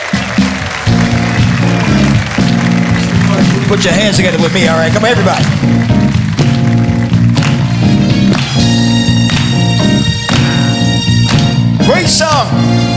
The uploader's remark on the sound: Live at the SouthPoint Casino